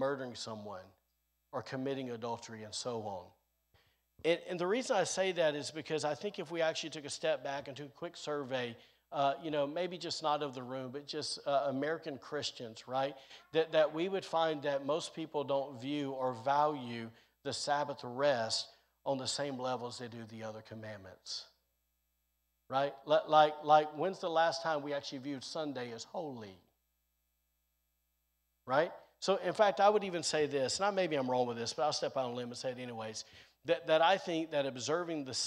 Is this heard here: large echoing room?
yes